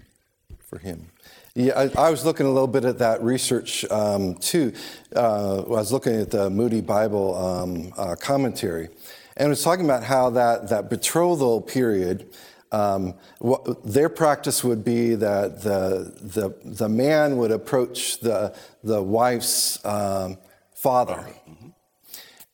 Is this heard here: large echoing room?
yes